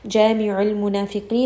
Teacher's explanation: ayn is going to be from the middle throat